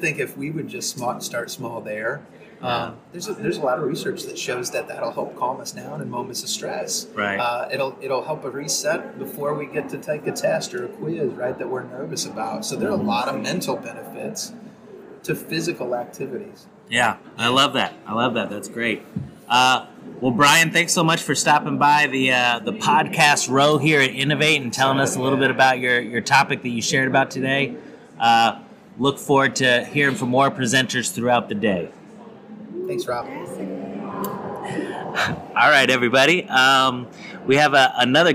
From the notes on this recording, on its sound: This episode is a collection of conversations that took place at the innovate conference in St. Louis, MO.